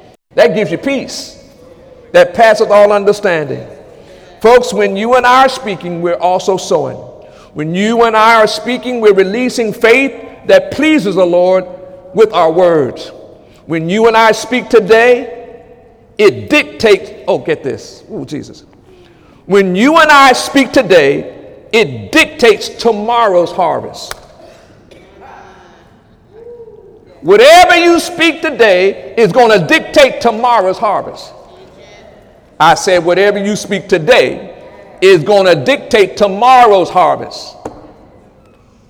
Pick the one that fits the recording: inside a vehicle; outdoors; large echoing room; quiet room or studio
large echoing room